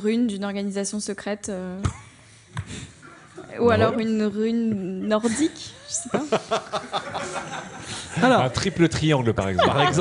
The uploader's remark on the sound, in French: Game of Rôles en public